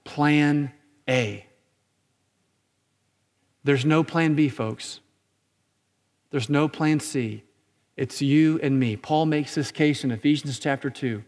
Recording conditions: large echoing room